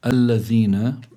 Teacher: حرف لثوي لابد من أنه أن يأتي بالذال من مخرجها ولا يأتي بالزاي بدلا عنها